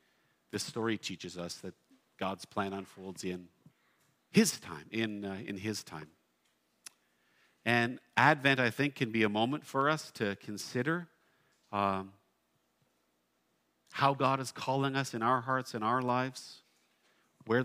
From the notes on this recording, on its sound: at Blessings Christian Church located in Hamilton, Ontario